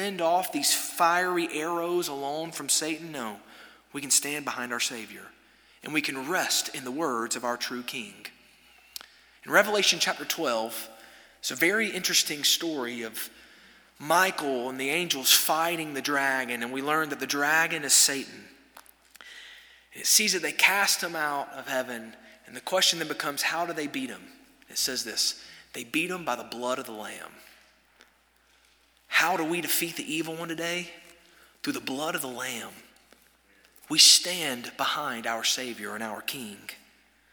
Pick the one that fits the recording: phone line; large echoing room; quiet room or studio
large echoing room